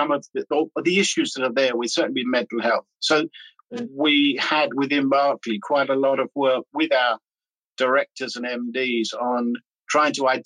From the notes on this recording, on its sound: recorded as part of a webinar series for Human capital Group’s Housebuilder Business Resilience Hub